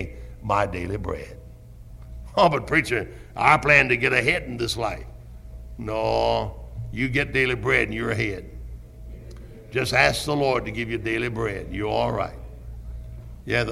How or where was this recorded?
large echoing room